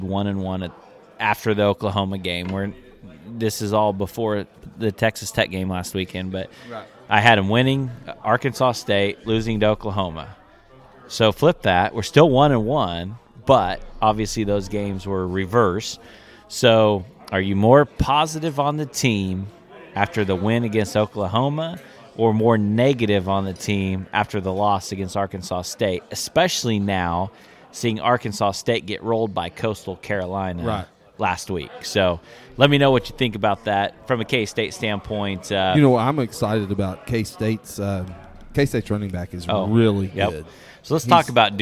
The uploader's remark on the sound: We enjoyed a few frosty beverages on the patio of Great Life in Salina during this recording!